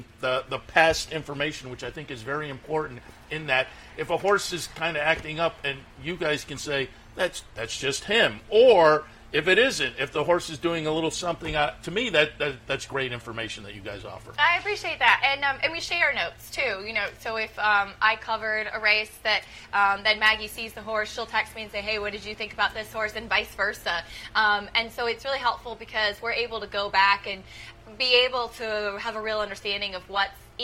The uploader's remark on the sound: live from Saratoga Race Course